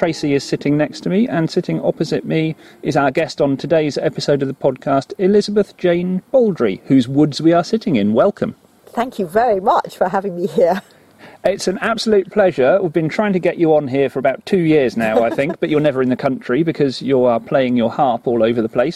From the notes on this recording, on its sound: recorded in the open-air